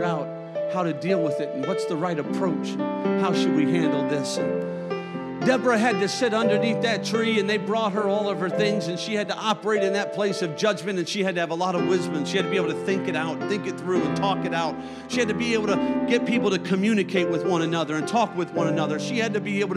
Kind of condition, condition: setting, large echoing room